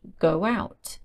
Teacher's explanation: This can be pronounced go out with the extra w sound.